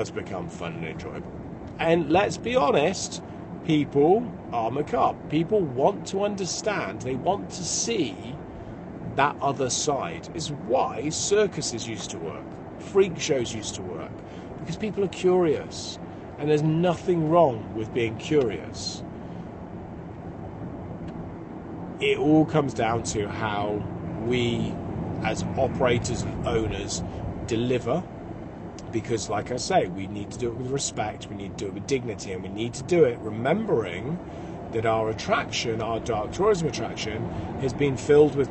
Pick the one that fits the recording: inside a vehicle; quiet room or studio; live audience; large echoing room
inside a vehicle